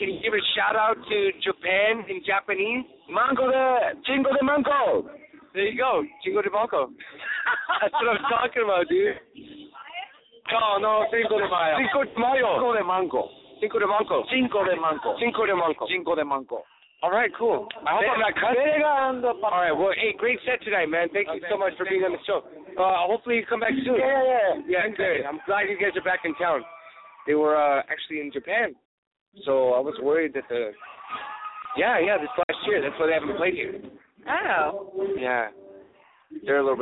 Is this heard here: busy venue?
yes